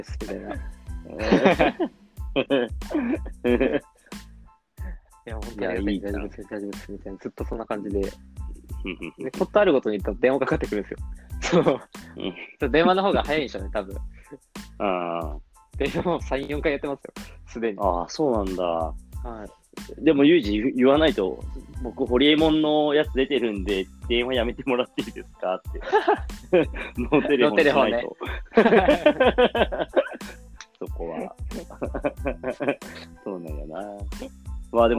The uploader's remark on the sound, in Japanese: リモート収録。